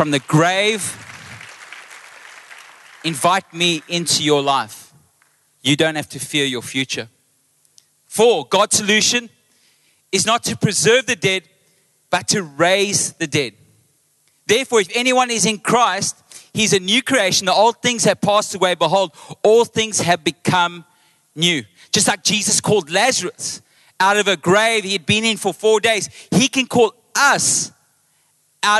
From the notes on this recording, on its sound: Recorded live on Sunday the 9th April 2023.